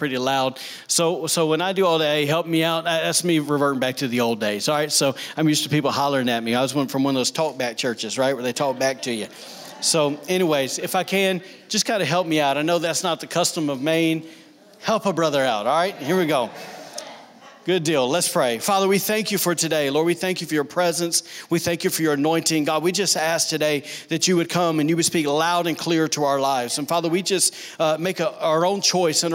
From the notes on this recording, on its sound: recorded on Sunday, August 11, 2019, during service at The Anchor Church in Rockport, Maine